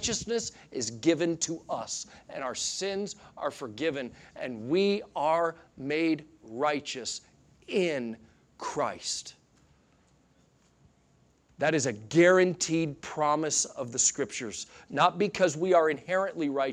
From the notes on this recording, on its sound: Sunday Morning Sermon Audio